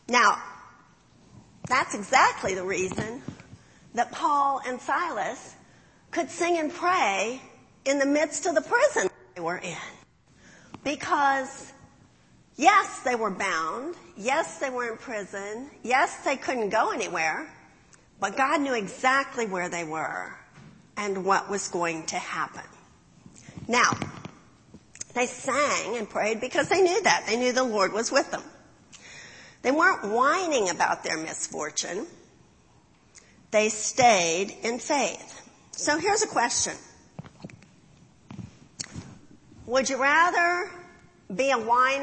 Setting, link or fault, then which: setting, large echoing room